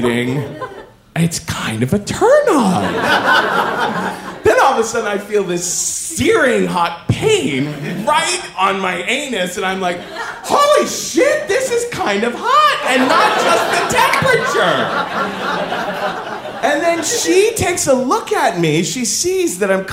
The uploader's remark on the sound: Live From Philly 2! Show in Philadelphia presented by First Person Arts.